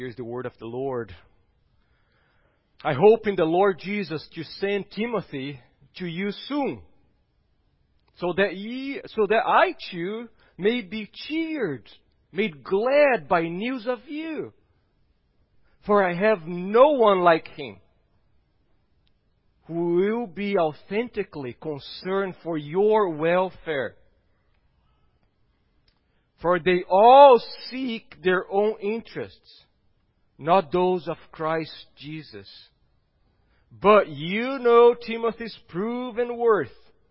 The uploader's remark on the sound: at Gracious Cross Reformed Church Salem on Sunday, November 22nd, 2020